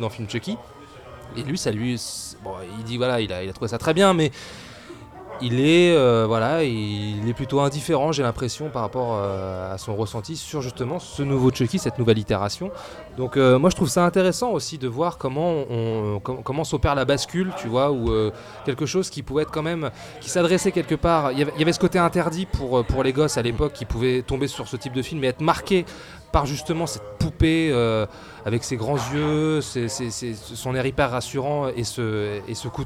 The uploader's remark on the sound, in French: Malgré une canicule qui pointe méchamment le bout de son nez. Enregistré au Hurling pub (8 Rue Descartes, 75005 Paris), le vendredi 21 juin 2019.